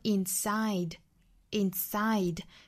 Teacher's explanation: inside 这个单词，我们注意重读呢是在第二个音节